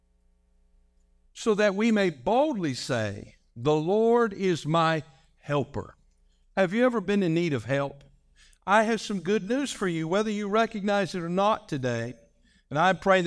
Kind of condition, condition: setting, large echoing room